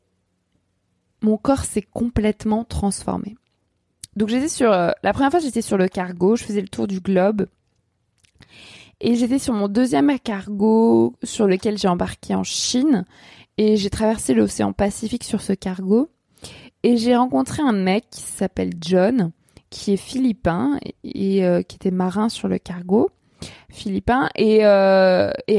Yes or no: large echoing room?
no